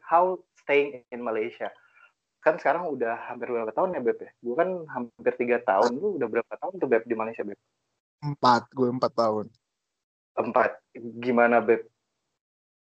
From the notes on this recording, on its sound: Terribly sorry for rubbish sound quality but hey this is the first episode right.